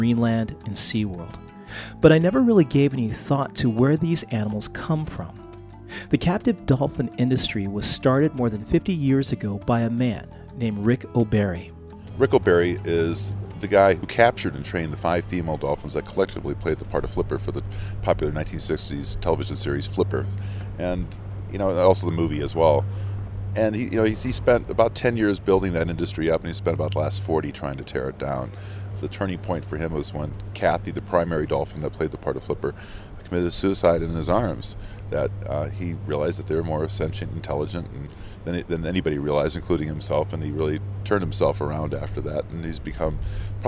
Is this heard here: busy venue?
yes